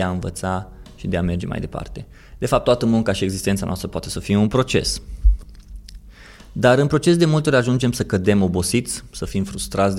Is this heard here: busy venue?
no